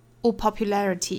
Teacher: popularity 的重读音节应该是在 le 这个音节上